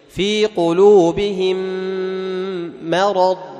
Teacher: وأخذ مرض، في قلوبهم ما أخذهم يقرأ مرض، فيفخم الميم، وهذا من الخطأ، فإن من صفات الميم ماذا؟ الاستفال، فتجعل الميم مستفلة أي نحيفة